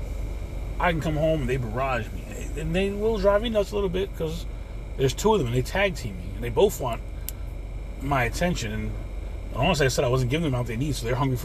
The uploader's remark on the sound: CarCast